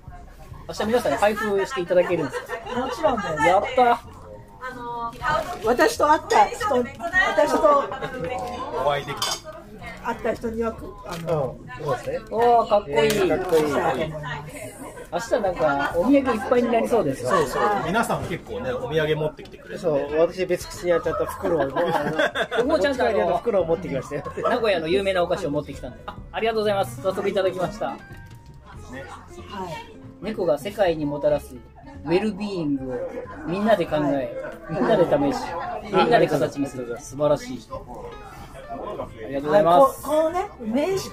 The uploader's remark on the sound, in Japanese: イベント前日に岐阜のクラフトビールのお店で収録しました。